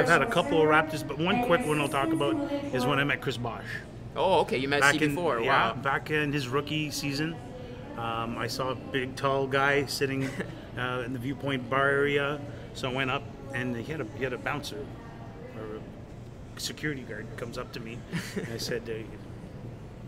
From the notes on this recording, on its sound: Live at Dave &amp; Buster's Vaughan. Live at Dave & Buster's Vaughan.